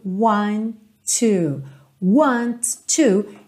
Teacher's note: Eu junto esses dois T's num só.